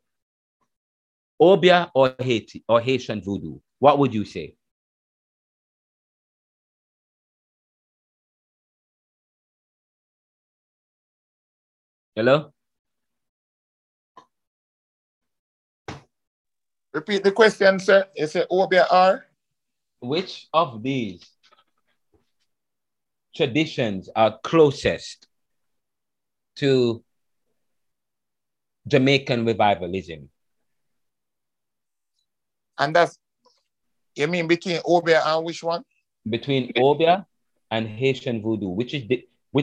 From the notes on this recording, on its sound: The Lecture delivered via the Zoom platform was dynamic and is infused with African drums, reggae music, and classical music in the backgrounds.